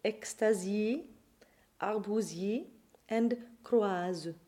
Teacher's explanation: As in so many languages, an inner vocalic S in French becomes a voiced phonetic Z